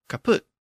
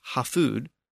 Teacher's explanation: The K sound at the beginning shifted to an H sound, and the P sound in the middle shifted to an F sound. · Term: Grimm's law